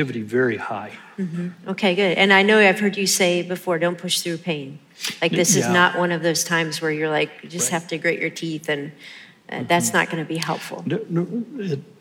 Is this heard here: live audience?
yes